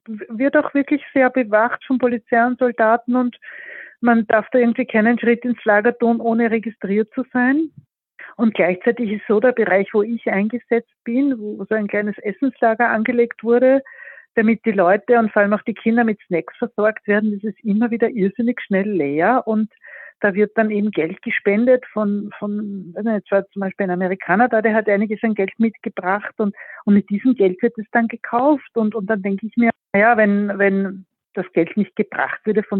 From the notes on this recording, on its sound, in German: Eine Freiwillige aus Wien, berichtet aus Michalovce, einem Lager in der Slowakei nur 30 km von der Grenze zur Ukraine entfernt. Das Telefoninterview.